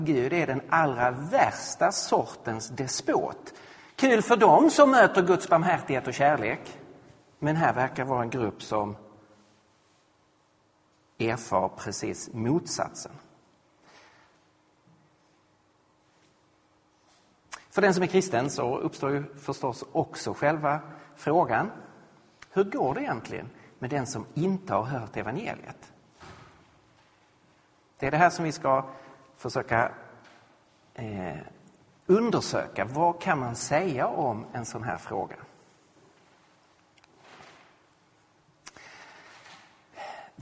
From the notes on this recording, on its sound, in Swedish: Inspelad vid Credoakademins f&#246;rel&#228;sningsserie &quot;Till den kristna trons f&#246;rsvar&quot; i Betlehemskyrkan i Stockholm